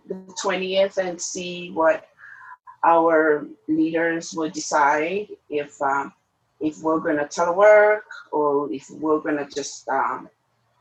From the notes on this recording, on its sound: Via zoom.